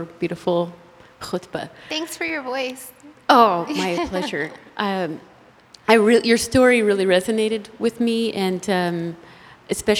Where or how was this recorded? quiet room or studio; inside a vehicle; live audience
live audience